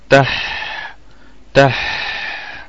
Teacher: والحاء نراعي فيها الهمس والرخاوة